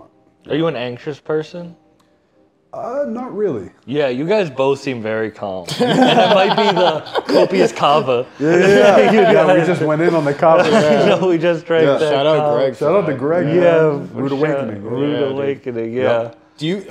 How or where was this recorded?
busy venue